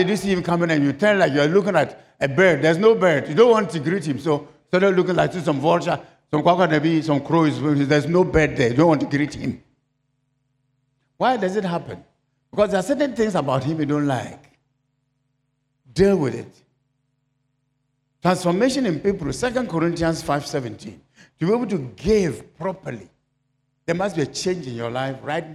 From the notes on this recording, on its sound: Sermon preached at CBC Shiashie Campus